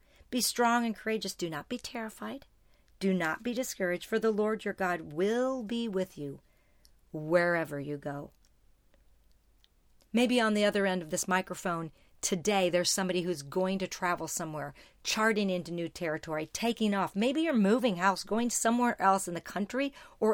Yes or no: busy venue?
no